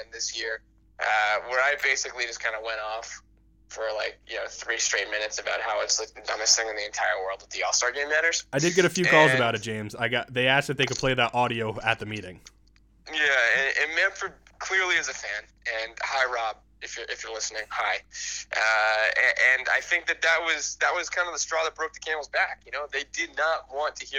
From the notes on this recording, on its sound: The technical difficulties hit hard this week and the guys had to resort back to recording over the phone.